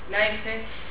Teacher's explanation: se acerca el labio inferior con los incisivos superiores · Term: labiodentales